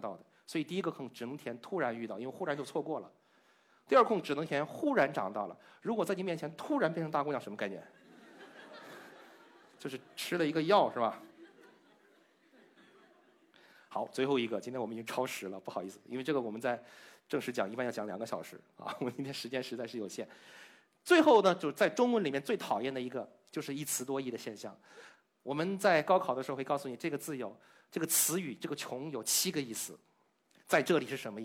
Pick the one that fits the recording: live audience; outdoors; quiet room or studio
live audience